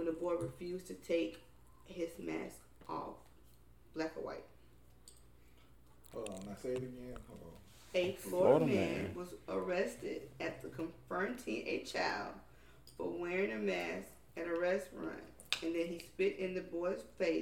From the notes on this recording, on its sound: in the mist of our technical difficulties